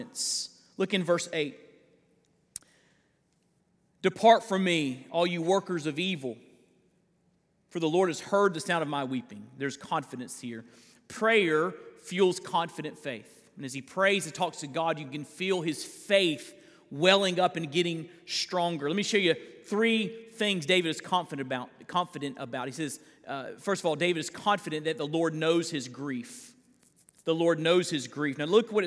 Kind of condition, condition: setting, large echoing room